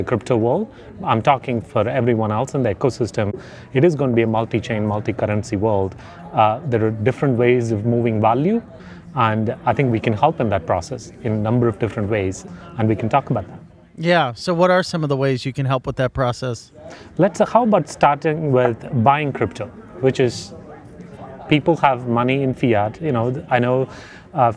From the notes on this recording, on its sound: recorded at the Bitcoin 2022 conference in Miami